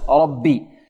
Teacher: والباء مشددة بباءين ساكنة ومكسورة